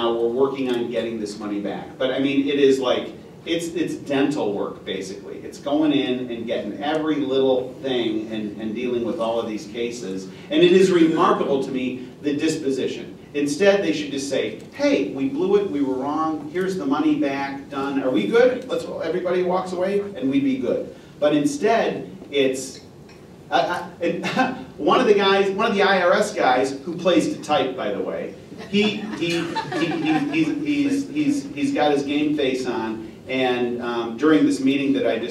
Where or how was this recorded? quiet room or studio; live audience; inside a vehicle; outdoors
live audience